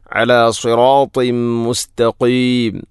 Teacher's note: തൻവീനു ശേഷം മീം വന്നാൽ ഇദ്ഗാം കാമിൽ. തൻവീനിനെ മീമിലേക്ക് ഇദ്ഗാം ചെയ്യണം